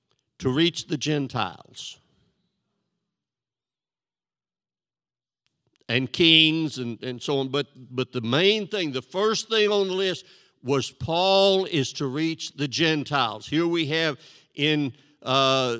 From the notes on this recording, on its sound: This sermon was recorded live on April 3rd, 2022 at Newark United Pentecostal Church.